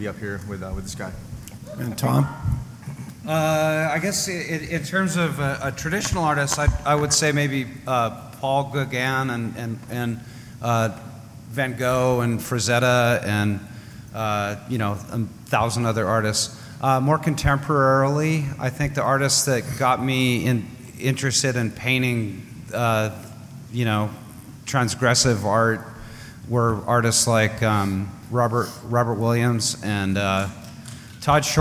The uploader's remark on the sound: On this episode we podcast live from San Diego Comic-Con 2019 and bring to you the "Tiki Art & Polynesian Pop in American Culture" panel.